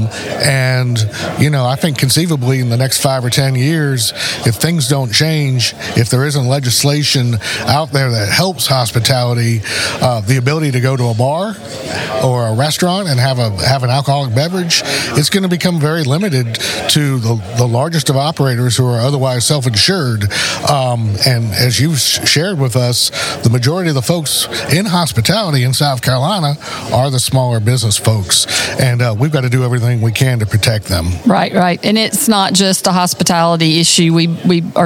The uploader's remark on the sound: This interview took place at the 2023 South Carolina Restaurant & Lodging Association's Marketing and Operations Conference in Greenville, SC.